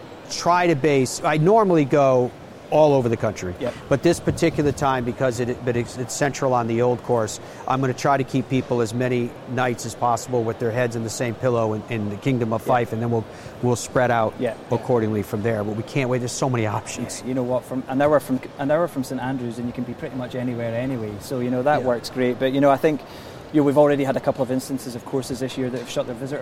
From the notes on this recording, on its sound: LIVE From The PGA Show. Broadcasts live from the Fashion Lounge at the 69th PGA Show.